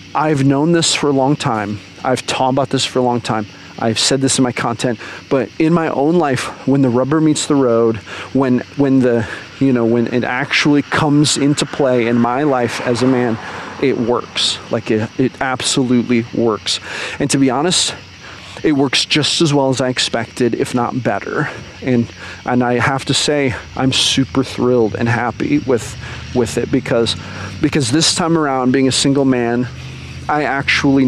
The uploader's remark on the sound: recorded while I was out on a walk